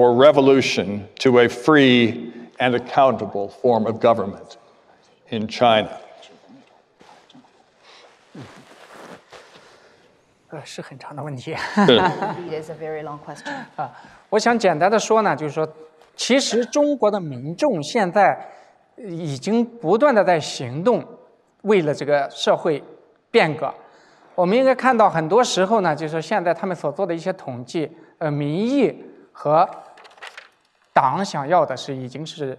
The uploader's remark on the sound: Public lecture. Sponsored and organized by the Witherspoon Institute, the lecture is co-sponsored by the James Madison Program in American Ideals and Institutions at Princeton University.